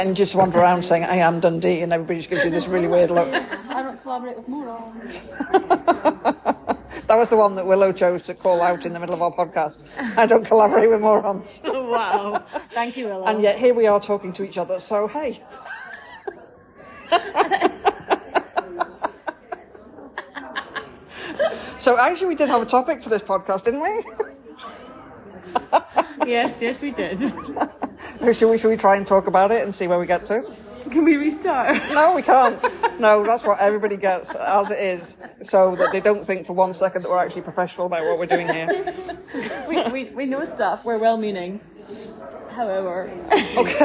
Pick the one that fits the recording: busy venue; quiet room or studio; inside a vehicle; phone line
busy venue